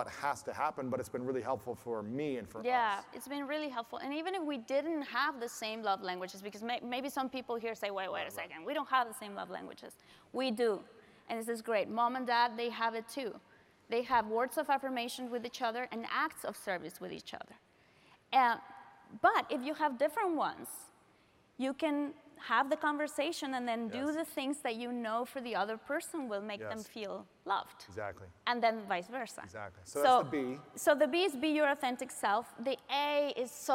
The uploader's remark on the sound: Live Audience Q&A. Recorded LIVE at The Summit of Greatness 2023.